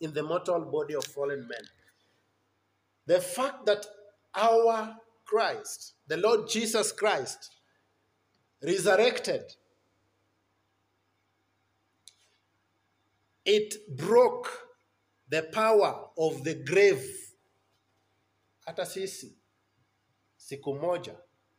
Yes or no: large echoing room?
yes